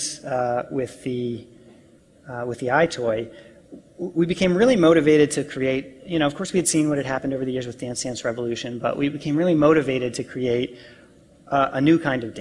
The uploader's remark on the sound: PAX East Keynote.